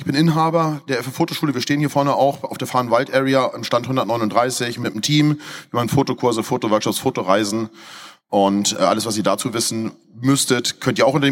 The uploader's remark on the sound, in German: auf der Container Stage der Photopia 2023